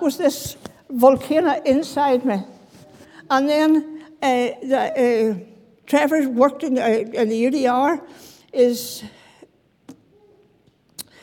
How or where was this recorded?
large echoing room